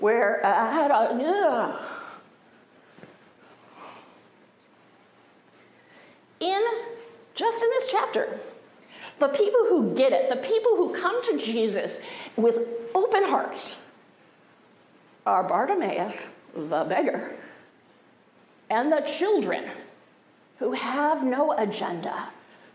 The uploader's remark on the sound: Resurrection Lutheran Church Sunday Service